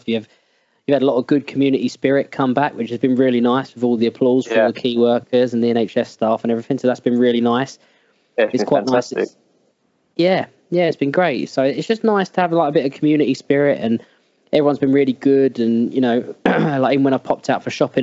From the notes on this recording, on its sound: Because at this time the UK are on lockdown, we cannot meet in person to discuss this topic, so we have used Skype to help us bring this podcast to you, so we apologise for the audio quality.